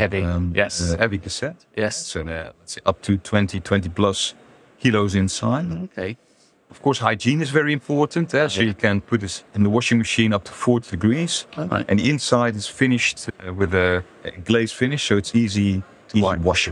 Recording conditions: busy venue